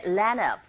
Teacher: Land of 발음했을 때 land of 이렇게 들리는 경우도 있죠. 보통 N 사운드, D 사운드 맞물려 있는 경우에 D 사운드가 아주 약하게 들리거나 아예 안 들리거나 할 수 있기 때문에 land of 또는 이렇게 들리거나 land of 이렇게도 들릴 수도 있고요.